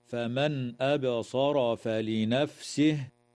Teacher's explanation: إظهار حلقي للنون الساكنة عند الهمزة في قوله تعالى: فمن أبصر، وتقلقل الباء في كلمة أبصر، ويجوز الوقف على كلمة فلنفسه من قبيل الوقف الكافي.